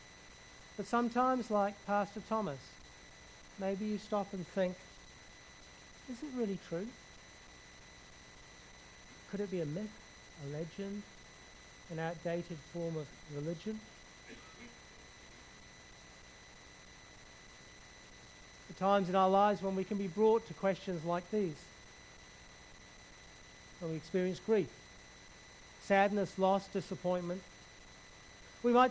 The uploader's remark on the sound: background hiss throughout recording